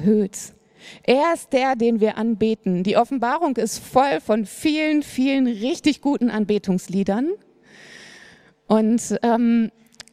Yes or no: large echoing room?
yes